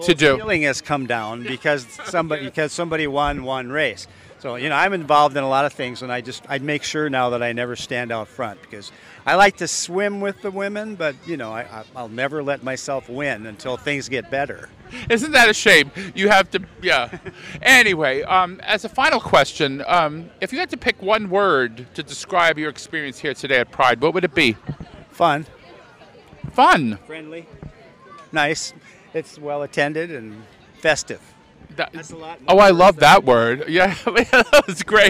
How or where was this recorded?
busy venue